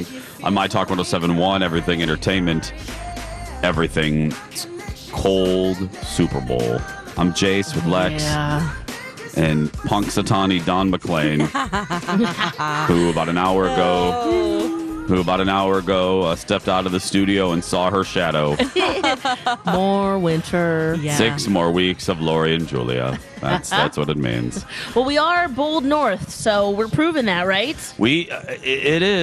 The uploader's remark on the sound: broadcast live from the AC Hotel for the Superbowl